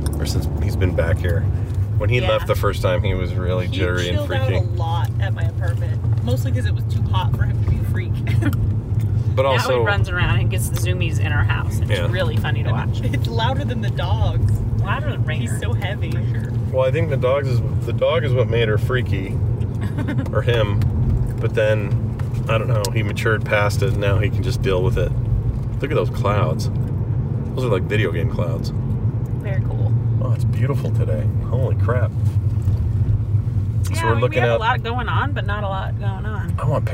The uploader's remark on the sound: Hop in the car and take Ripley to the dog park for a run. It’s a little chaotic to say the least.